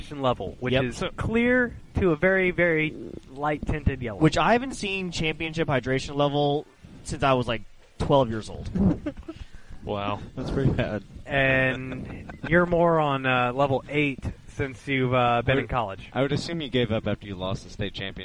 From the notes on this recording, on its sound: Live From Nates!